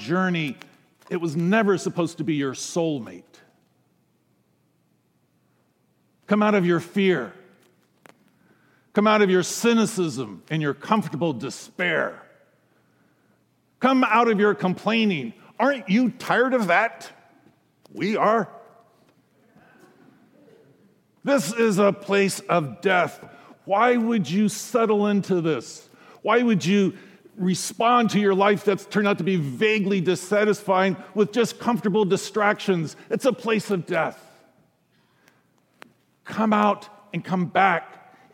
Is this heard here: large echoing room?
yes